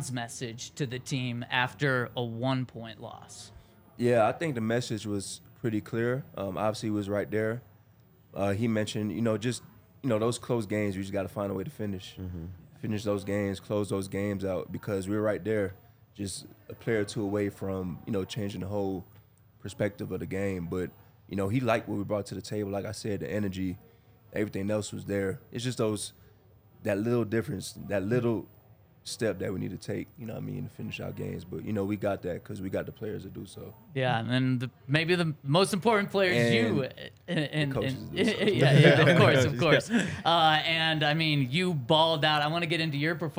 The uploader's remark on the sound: coming to you LIVE from the DNVR Bar